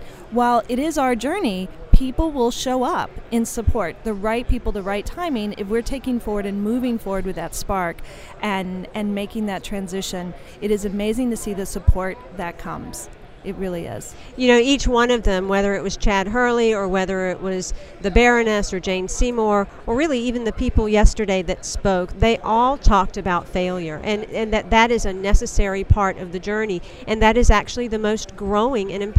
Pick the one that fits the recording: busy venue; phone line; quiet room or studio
busy venue